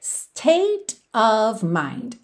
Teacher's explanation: Of, OF, sempre com som de AV. Não é OV, é AV. E o State, como é final, não é pronunciado, esse T já juntou com drarara, state of mind, state of mind.